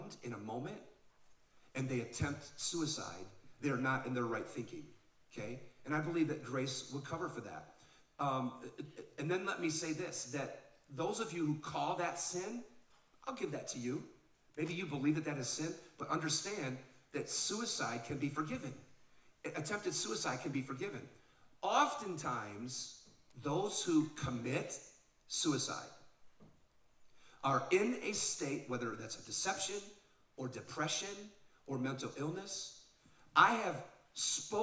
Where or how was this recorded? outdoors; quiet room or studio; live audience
live audience